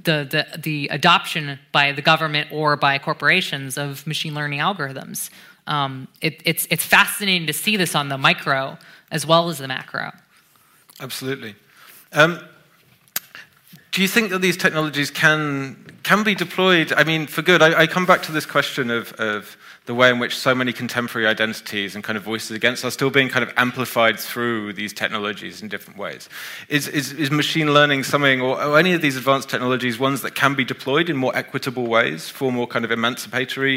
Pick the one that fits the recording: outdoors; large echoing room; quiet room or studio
large echoing room